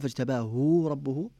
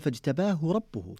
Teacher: الهاء التي في كلمة فاجتباه مختلسة، يعني بمعنى أننا ماذا أتينا بها بسرعة، نطقنا ثلث الحركة · Shown in: second take